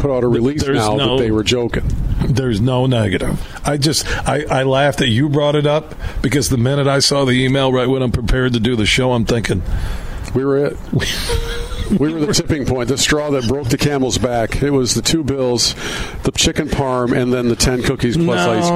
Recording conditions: busy venue